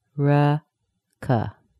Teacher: It's schwa, e, schwa, schwa. Those are the vowel sounds.